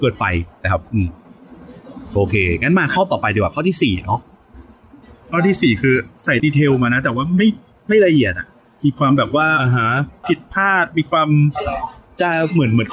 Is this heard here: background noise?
yes